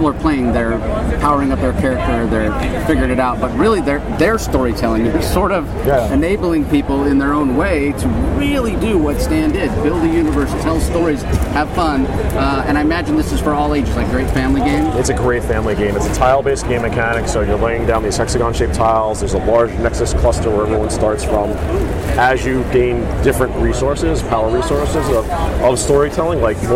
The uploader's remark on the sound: LIVE from SDCC '23